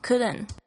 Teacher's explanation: 虽然它这后面本来是有一个 T 呢，但是你在听的时候你几乎都是听不到的